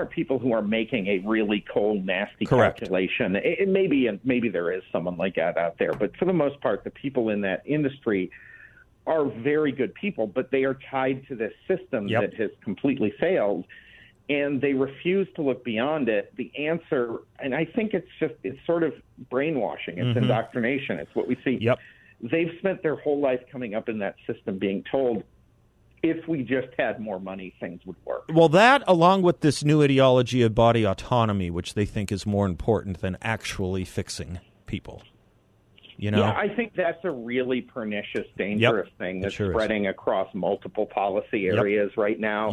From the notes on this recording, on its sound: by phone for the full hour